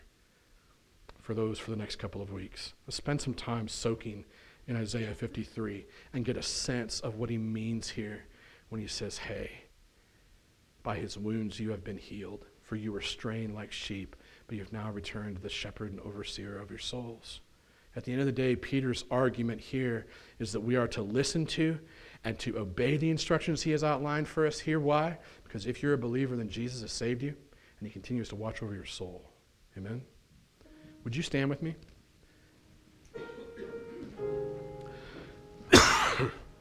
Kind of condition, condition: setting, large echoing room